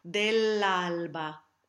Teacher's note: The Italianate L is only said with the tip of the tongue.